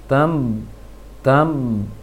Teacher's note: Antum baca bak bertasydid, bibirnya kurang kuat sehingga ada seperti aliran suara atau angin di dalam mulut ke dalam ke hidung. Seakan-akan antum baca mim yang tidak jelas.